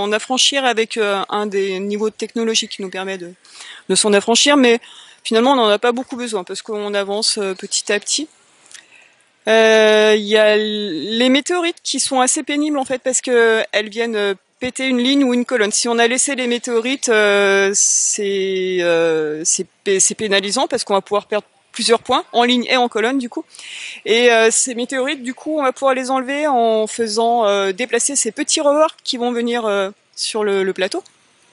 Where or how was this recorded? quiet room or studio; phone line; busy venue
busy venue